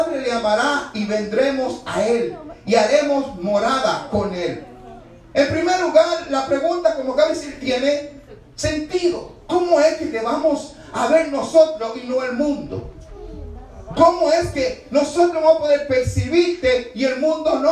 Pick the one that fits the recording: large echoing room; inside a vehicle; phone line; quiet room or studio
large echoing room